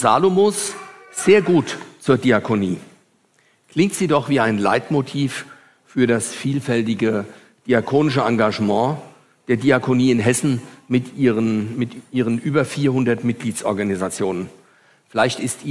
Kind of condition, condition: setting, large echoing room